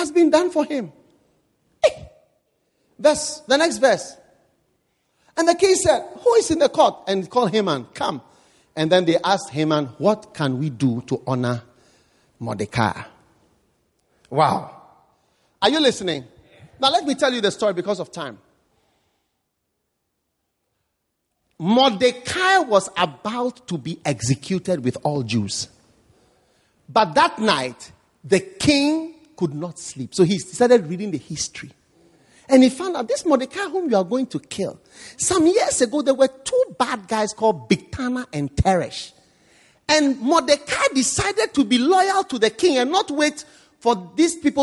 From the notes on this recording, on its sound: Preached at the First Love Gathering Service.